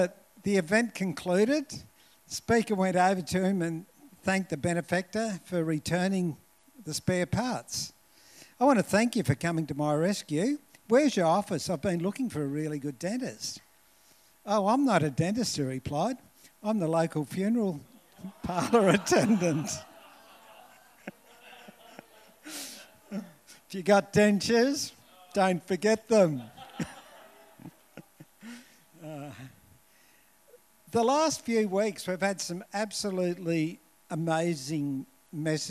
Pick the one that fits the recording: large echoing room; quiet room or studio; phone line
large echoing room